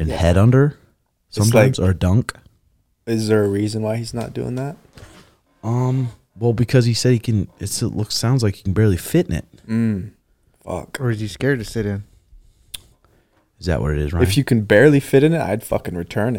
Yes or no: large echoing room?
no